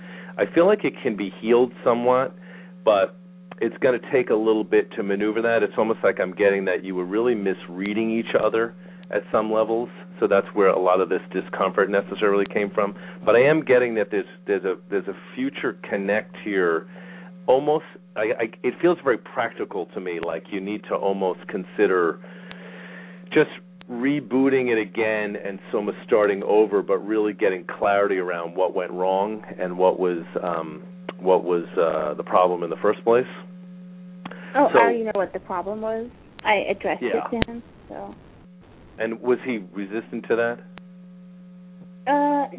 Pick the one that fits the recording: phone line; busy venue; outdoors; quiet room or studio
phone line